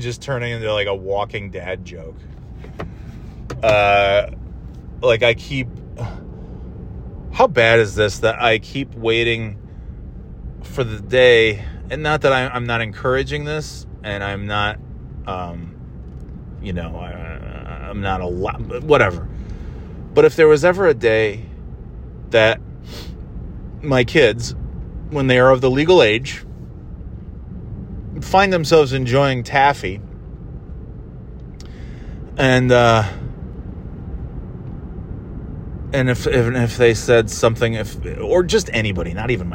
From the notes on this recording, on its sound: Just driving around and talking about whatever